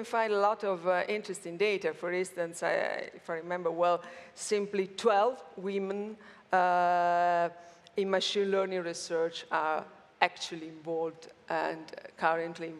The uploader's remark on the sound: Recorded at World Summit AI, Amsterdam, 2019